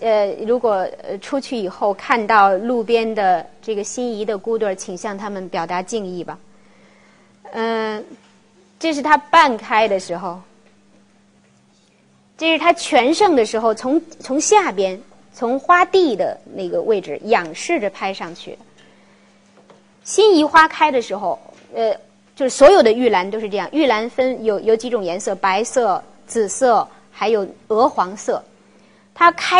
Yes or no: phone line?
no